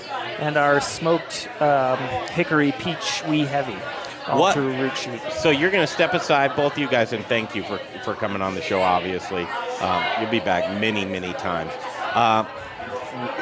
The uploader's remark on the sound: The Modern Eater Show Live from Intrepid Sojourner Beer Project! We're here for their inaugural gingerbread house competition, along with Spice Trade Brewing Company, Root Shoot Malting, and Inland Island Yeast Company.